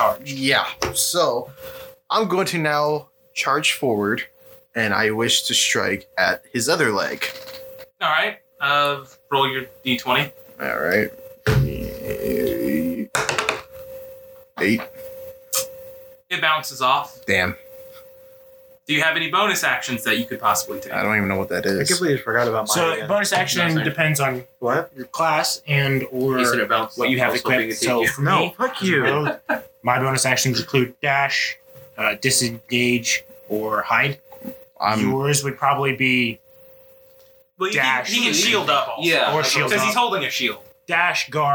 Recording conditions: poor sound quality